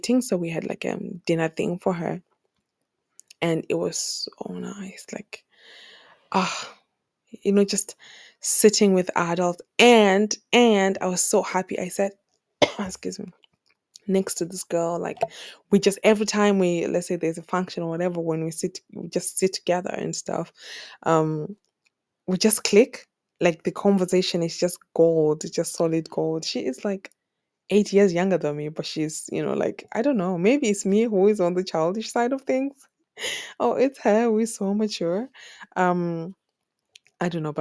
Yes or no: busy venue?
no